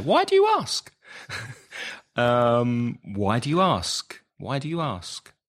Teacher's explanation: Your intonation was interesting. You went very high.